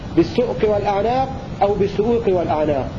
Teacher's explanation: وورد عن قنبل وجه آخر وهو زيادة واو بعد الهمزة في لفظ بالسؤوق والأعناق